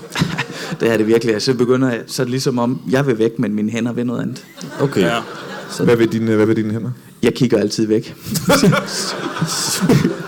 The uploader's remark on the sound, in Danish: LIVE fra Comedy Zoo i Aarhus